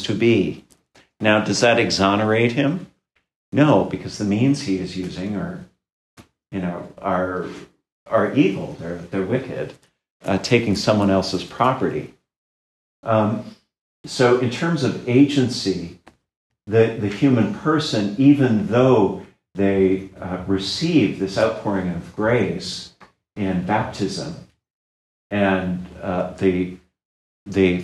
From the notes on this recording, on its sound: This lecture was given at Georgetown University on October 20, 2022.